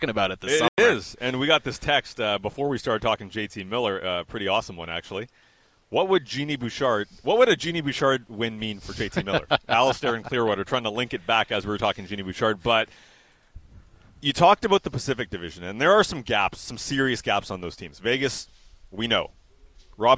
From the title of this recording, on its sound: Live from the Odlum Brown VanOpen